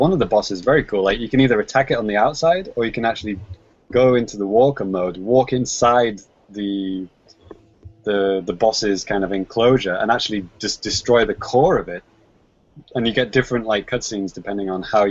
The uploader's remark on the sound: Recored LIVE via Google Hang Outs On Air.